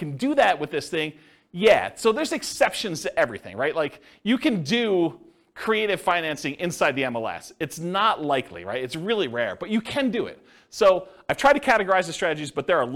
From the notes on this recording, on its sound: This was a live class recorded